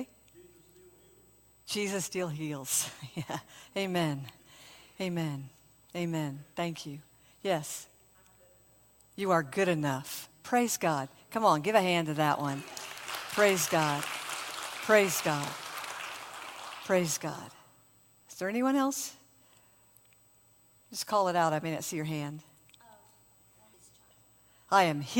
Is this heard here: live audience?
yes